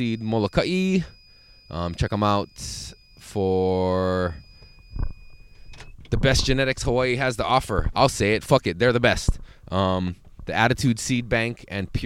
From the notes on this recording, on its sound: Back in the van.